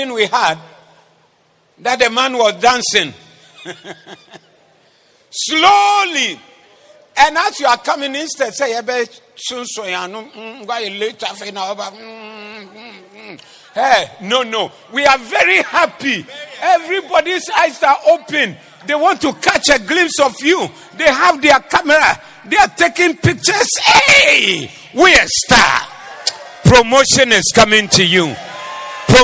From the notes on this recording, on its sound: Preached at the Zeloo Service.